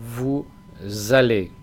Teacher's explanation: pegamos la S del vous con la palabra siguiente, en este caso allez. Es decir, que vous en principio no suena la S final, solamente va a sonar si después va una palabra con que empieza por vocal o por H más vocal.